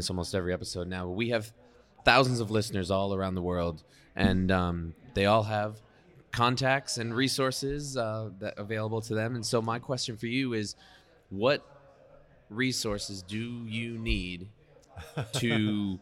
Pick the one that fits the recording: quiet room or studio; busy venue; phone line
busy venue